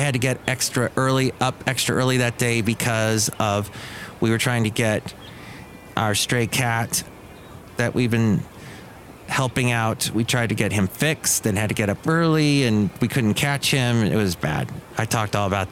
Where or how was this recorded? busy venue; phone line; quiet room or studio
busy venue